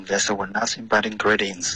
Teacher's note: this 的 s 给丢了 was 的 z 也给丢了